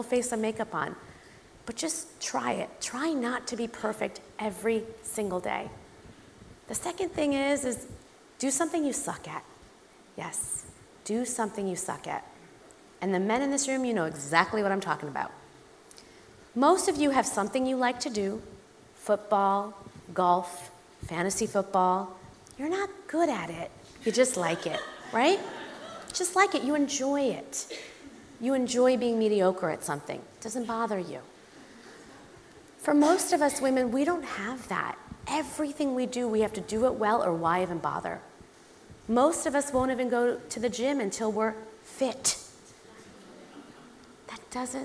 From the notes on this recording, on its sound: Recorded live at the Tabernacle in London's Notting Hill on 11th March 2019.